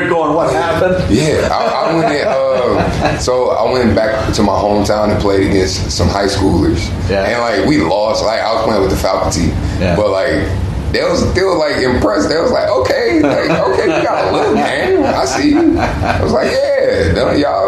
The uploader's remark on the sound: recorded live and in person last June at the Bell Media Upfront in Toronto